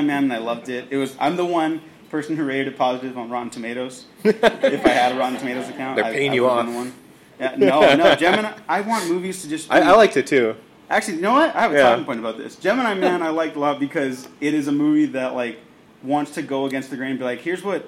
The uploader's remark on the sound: Take the stage at their panel during LA Comic-Con. If you were unable to make it to the con, enjoy this recording of our panel!